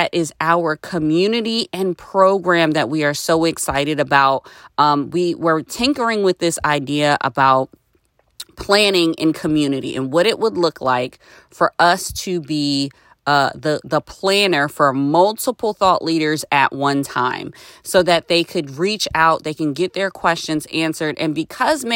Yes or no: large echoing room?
no